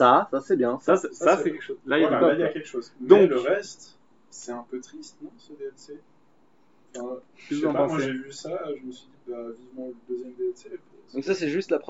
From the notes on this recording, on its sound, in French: Meilleure organisation n'implique pas meilleure qualité d'enregistrement cependant, on a fait de notre mieux.